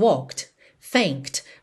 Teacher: na hora que eu falo sozinhas essas palavras, walked, thanked, você consegue perceber kt, kt